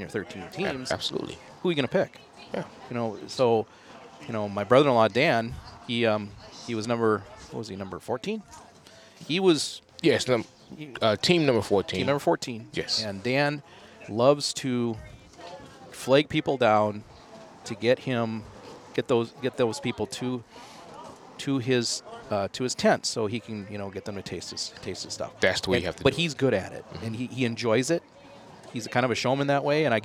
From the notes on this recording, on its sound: In downtown Farmington at a local restaurant, just blocks from where the rib contest was held.